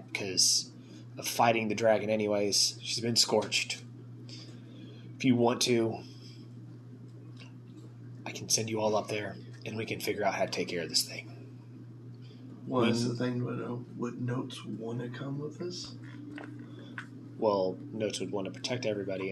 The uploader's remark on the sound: Please excuse the buzzing our setup was charging during our session our better sound quality will return next week.